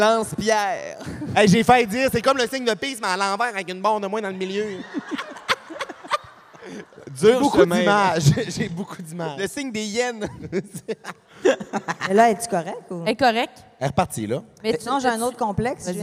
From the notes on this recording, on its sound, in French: LIVE à Montréal! L'enregistrement s'est déroulé devant 1200 personnes dans une église pleine à craquer à Montréal durant la canicule, sans air climatisé. Il fait donc 4000 degrés sur place.